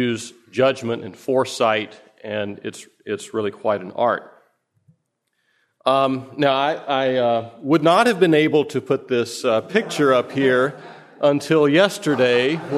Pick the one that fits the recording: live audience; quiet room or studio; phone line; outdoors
live audience